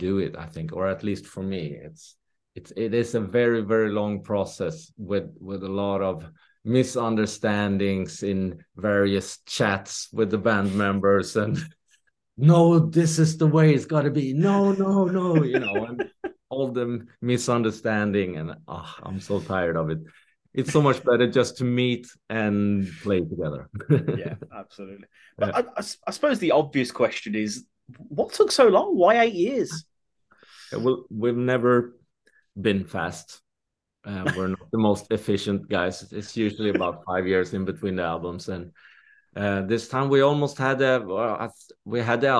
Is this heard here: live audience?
no